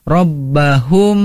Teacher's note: Dan kemudian tadi ada mim bertemu mim, harus ditahan pada kalimat rabbahummi